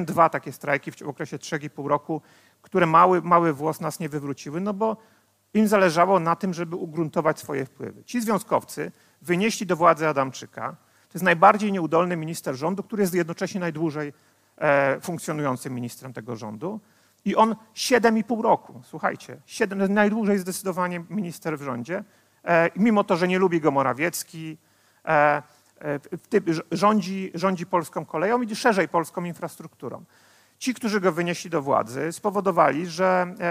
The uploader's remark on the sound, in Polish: Odcinek jest nagraniem wystąpienia z Weekendu Kapitalizmu - trzech dni celebracji wolności, niezależności i dobrego biznesu; prelekcji, debat i pokazów filmowych. Widzieliśmy się 24-26 marca w warszawskim Teatrze Palladium.